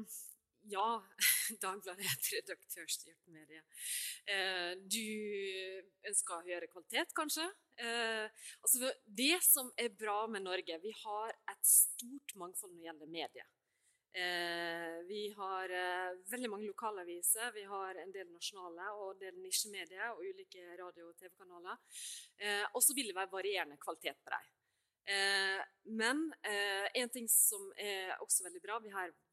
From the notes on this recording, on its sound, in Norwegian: Episoden er et utdrag fra panelsamtalene fra Demokratifrokosten i regi av UiO:Demokrati.